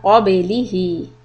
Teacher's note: The noon is ikhfa and it is going to be heavy. And we prepared the mouth for the letter qaf.